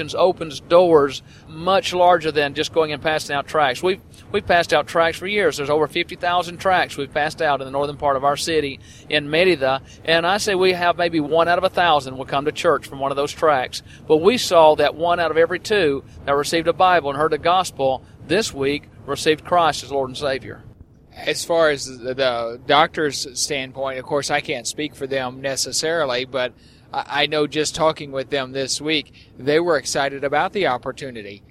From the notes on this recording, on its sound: We were in a van going down the highway, so there is a bit of road noise, but not enough to be a real distraction.